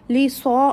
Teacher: saad is also heavy with safir